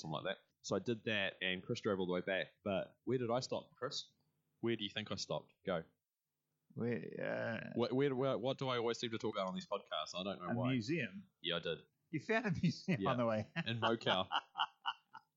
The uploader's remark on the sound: We went on a road trip to the Tropfest film festival over the weekend in Taranaki. Apologies for the slightly weird audio, we thought we would try something different, but it didn't work.